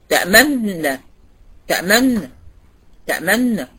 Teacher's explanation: تامن بتسكني تامن يعني وتضم، مش عارفه اجيبها ازاي بصراحه على اللاب، انما هي ضم الشفتين بعيد تسكين الحرف، يعني بسكن النون الاولانيه وبعدين بخلي الشفتين في وضع الضمه وبعدين انطق النون التانية، فبتبان كأنها نون واحدة بس · Term: الإشمام